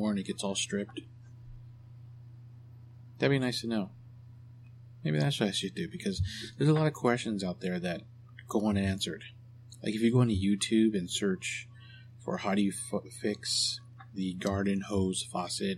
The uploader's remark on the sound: I am still working on a recording location in order to eliminate that background noise and distortion.